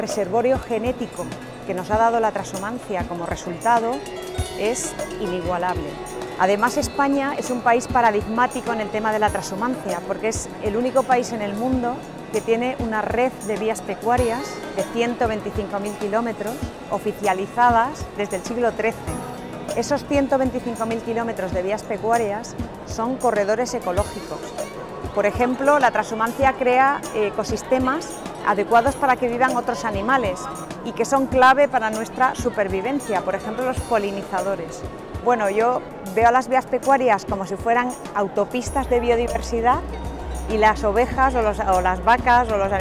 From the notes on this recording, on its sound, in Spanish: Breve documental grabado en la Fiesta de la Trashumancia 2019, Madrid.